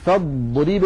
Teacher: وجريان اللسان في المخرج هذا استطالة، أمر انفرد به حرف الضاد، وهو في الساكن أوضح منه في المتحرك.